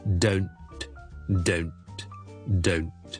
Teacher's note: 跟住有个 t 喺后面，所以个 t 音会令到前面嗰个 syllable 系会缩短，OK 好短嘅听落去，所以听落去咧就系 don't don'tdon't。但系虽然佢短啫，但系前面成个组合啊，嗰个转折啊都要做足嘅。先系 o o o 跟住 n nn， so don't don't